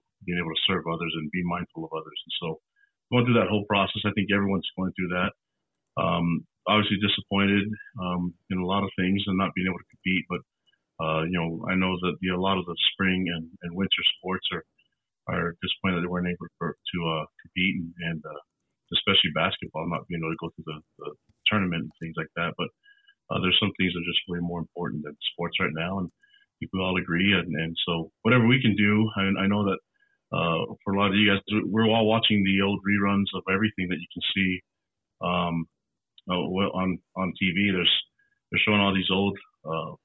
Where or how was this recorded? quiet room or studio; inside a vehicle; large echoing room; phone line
phone line